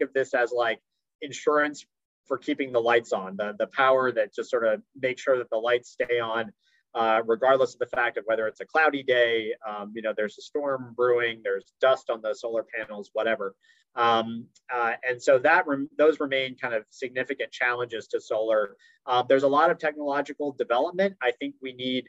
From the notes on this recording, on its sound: Zoom and Facebook Live